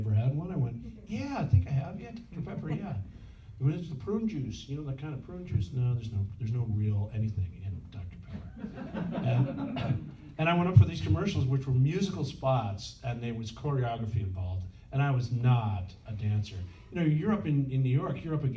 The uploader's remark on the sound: Panel interview. Recorded at Days of the Dead Chicago on April 9, 2021.